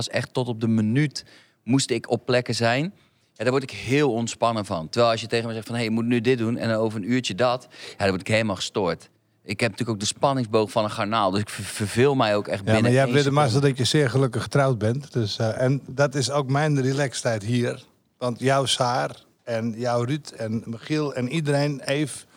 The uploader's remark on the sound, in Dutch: tijdens de extra editie van De Vrienden van Amstel LIVE